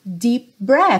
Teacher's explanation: P e B, os dois são feitos aqui, né? São sons de lábio, lábio com lábio, né? Bilabial.